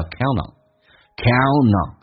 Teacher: Count on 有一个连音，一般不用 T 连，因为 NT 组合用 N 连音叫 counton